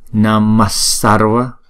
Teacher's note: Thì câu này á, theo luật á, là chúng ta gặp chữ S thì chúng ta cách viết thì chúng ta không chuyển, chúng ta vẫn để nguyên là Namah Sarva. Nhưng khi chúng ta đọc phát âm thì chúng ta đọc chuyển chữ H đó thành chữ S, chữ S đó. Namah Sarva thì cho nó trôi chảy, nó luân lưu, nó trôi chảy luôn. · Term: chữ Visarga